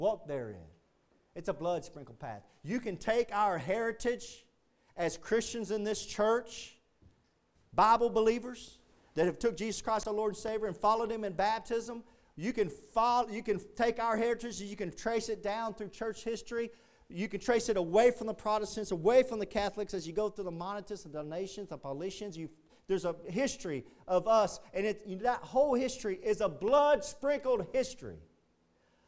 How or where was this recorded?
large echoing room